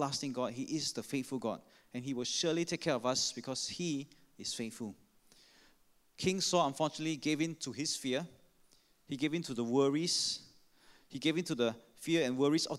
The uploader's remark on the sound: Sermon preached on 15 May 2016 at our 5pm Traditional Worship Service (BB Enrolment Service).